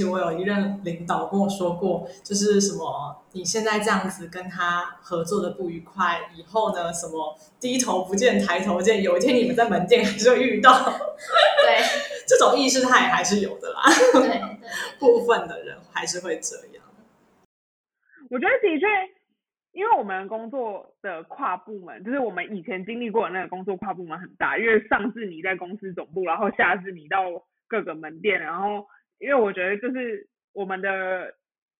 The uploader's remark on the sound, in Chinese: 本集仍是遠距錄音，音檔品質欠佳